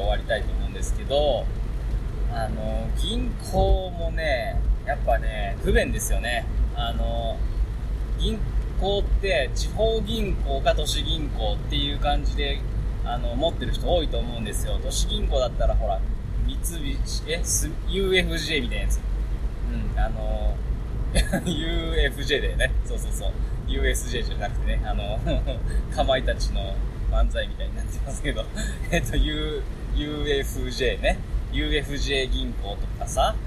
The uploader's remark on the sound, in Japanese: 車内雑音ラジオ